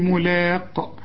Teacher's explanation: إذا وقفت على هذه الكلمة تقول ملاق، وتقلقل القاف